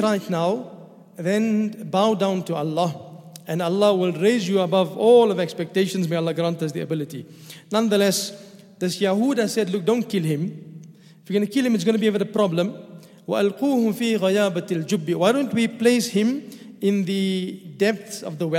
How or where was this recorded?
large echoing room